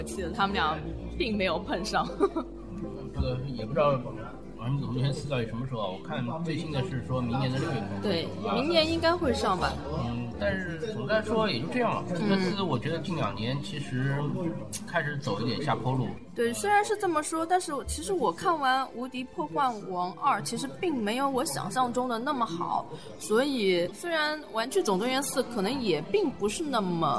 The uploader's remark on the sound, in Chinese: 本期节目依然是和《魔都电台》的合录节目，最近特殊时期，音质渣，望见谅！